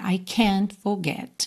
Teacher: Mas a gente não tem uma ênfase nesse T